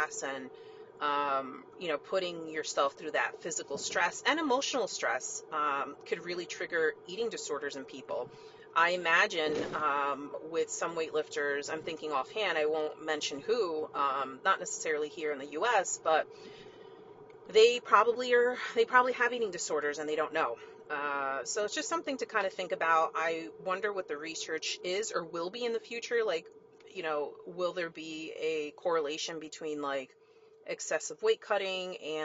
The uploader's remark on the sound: (Car Episode). Recorded from my car- so I apologize in advance for the crap audio.